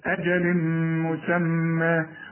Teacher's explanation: أجل هنا تنوين وبعده مين؟ إدغام كامل برضو بغن